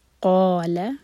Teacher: قا مد تبعی، لا ایک حرکہ، اس کو لمبا نہیں ہونے دینا